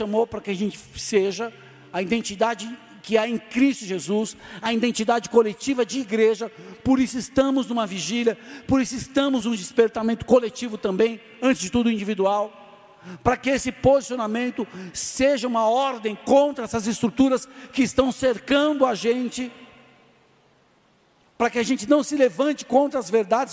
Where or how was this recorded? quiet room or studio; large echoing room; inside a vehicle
large echoing room